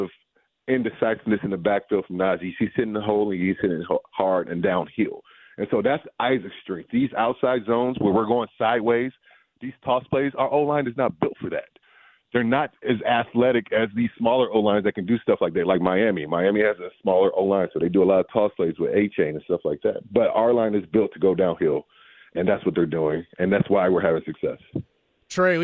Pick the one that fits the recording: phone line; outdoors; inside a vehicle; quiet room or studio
phone line